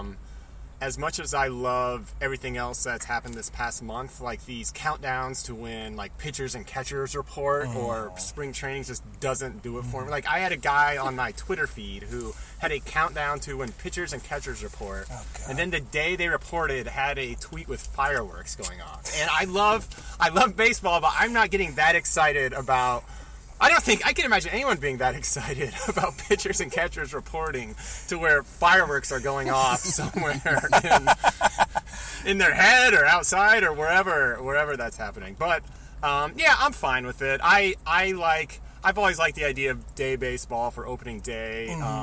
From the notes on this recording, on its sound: Live and Inside a Car! Met up in Chicago, Illinois, to record our first live, in-person episode.